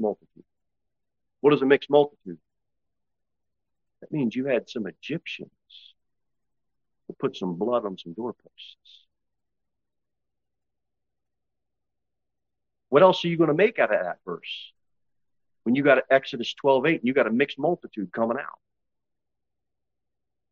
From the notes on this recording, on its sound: Sermon delivered at Pilgrim Baptist Church